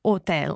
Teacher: with hotel in Italian, you don't have to pronounce the H, so it's hotel.